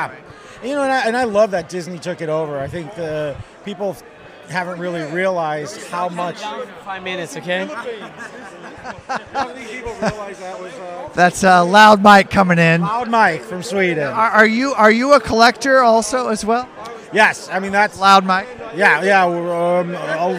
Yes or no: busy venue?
yes